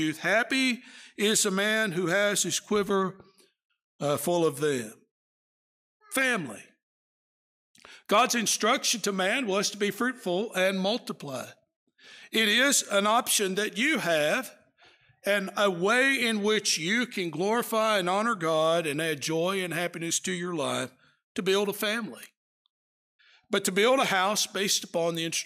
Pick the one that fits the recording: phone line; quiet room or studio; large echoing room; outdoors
large echoing room